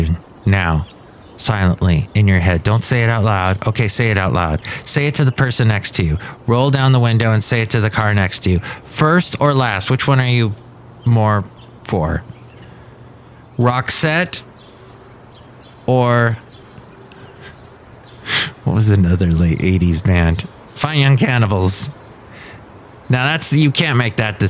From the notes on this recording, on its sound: Podcasts live from Café Anyway.